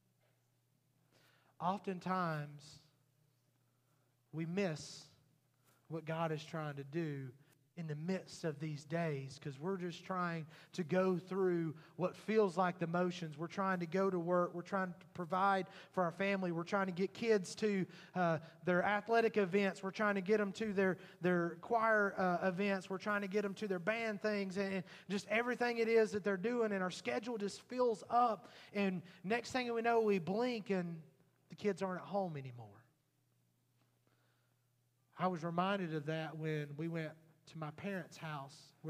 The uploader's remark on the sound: Recorded at Highland Baptist Church Molino FL